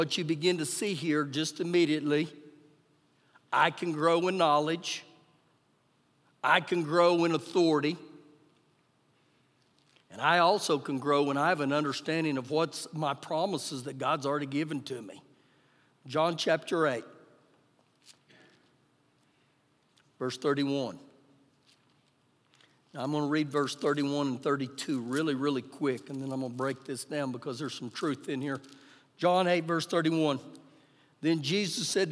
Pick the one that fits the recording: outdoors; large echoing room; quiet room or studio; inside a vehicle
large echoing room